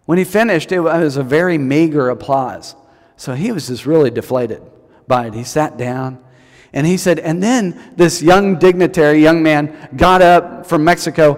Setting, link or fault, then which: setting, large echoing room